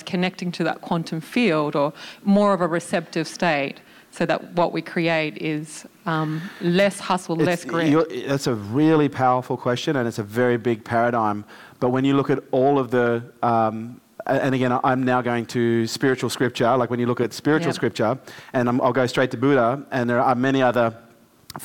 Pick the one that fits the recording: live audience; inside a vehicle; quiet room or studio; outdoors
live audience